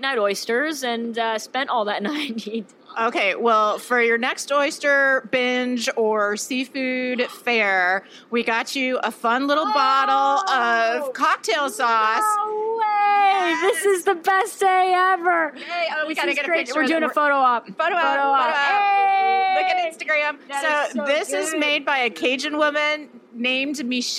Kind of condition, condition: setting, busy venue